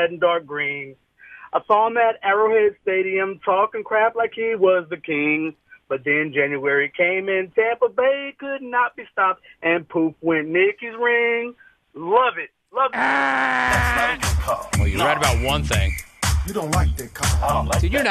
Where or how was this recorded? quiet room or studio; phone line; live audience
phone line